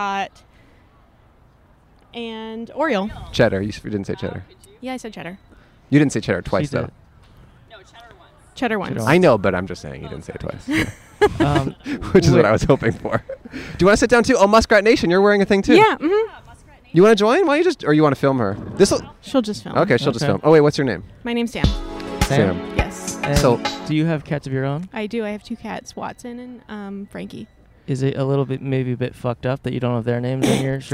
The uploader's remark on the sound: Recorded 10/2/2022 at the Pasadena Convention Center.